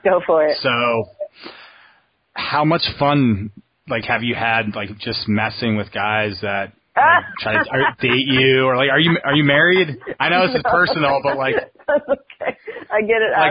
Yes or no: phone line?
yes